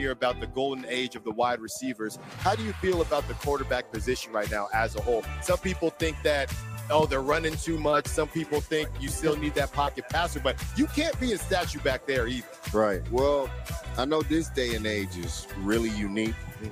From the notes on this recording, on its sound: LIVE FROM RADIO ROW in Las Vegas